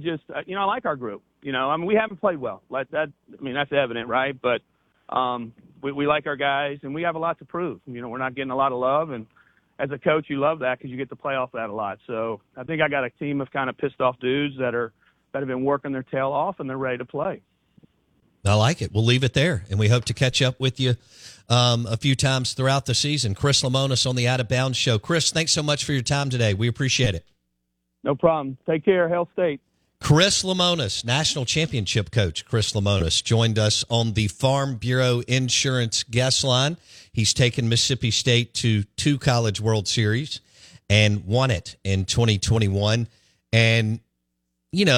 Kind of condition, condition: link, phone line